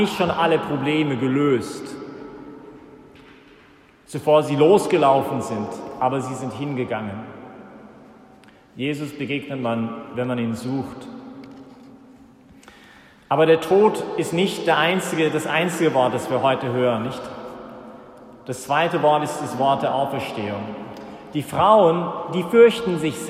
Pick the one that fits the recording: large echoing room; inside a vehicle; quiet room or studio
large echoing room